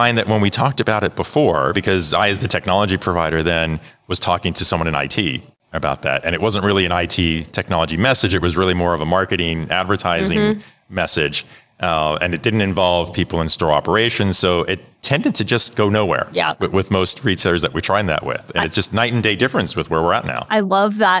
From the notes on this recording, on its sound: We’re bringing you 6 great interviews recorded live and in-person at Groceryshop in Las Vegas, NV.